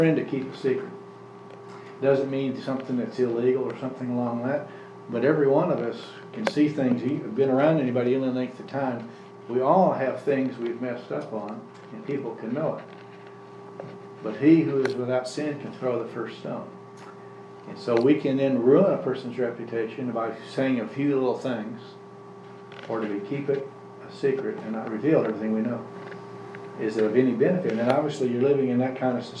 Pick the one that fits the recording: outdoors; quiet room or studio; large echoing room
large echoing room